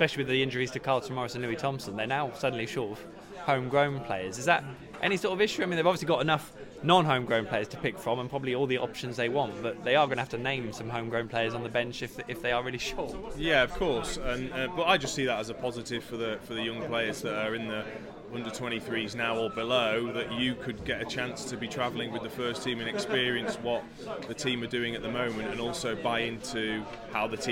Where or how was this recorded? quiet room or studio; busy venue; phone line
busy venue